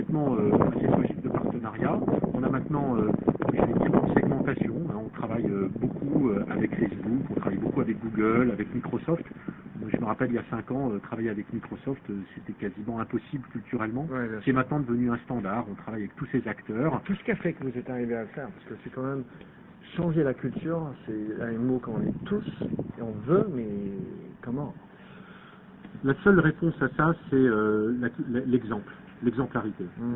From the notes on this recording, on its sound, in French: La qualité du son est perturbé par le lieu inouï où nous avons dû enregistrer l'entretien. Malgré parfois un son un peu perturbé.